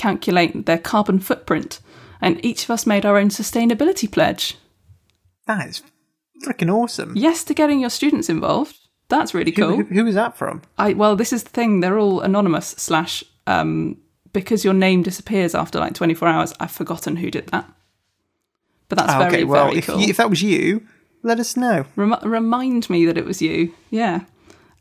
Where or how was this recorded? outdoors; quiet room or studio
quiet room or studio